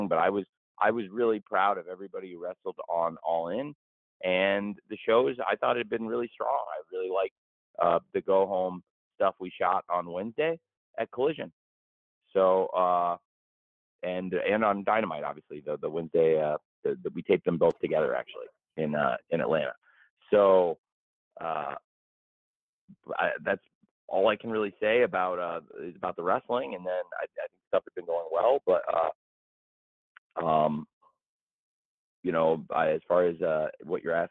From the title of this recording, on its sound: AEW All Out Media Conference Call